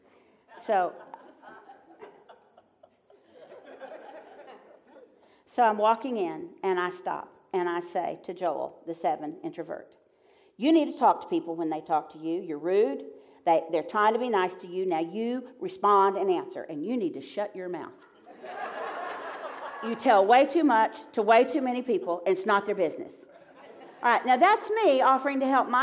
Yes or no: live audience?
yes